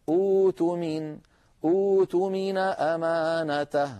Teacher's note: نلاحظ المثال الذي تؤمن كما شرحته لكم، فعندما نبدأ به يصير أؤتمن كما في وسط السطر، ولكن تصادمنا القاعدة التي ذكرتها فنحول الهمزة الساكنة إلى واو فيصير أؤتمن أوتمين أمانته بدون همزة، بإبدالها واوا.